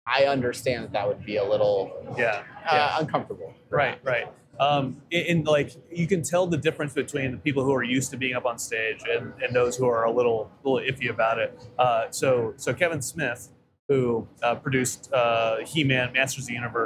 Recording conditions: busy venue